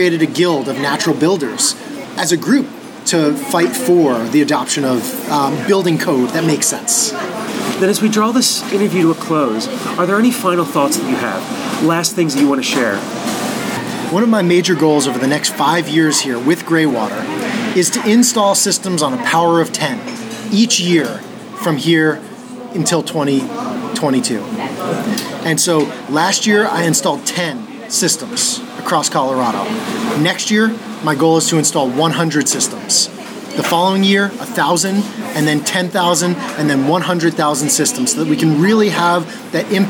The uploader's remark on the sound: a conversation recorded live at a local coffee shop